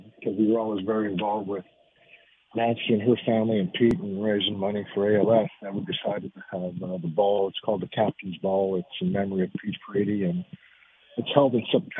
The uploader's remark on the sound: Calls in Live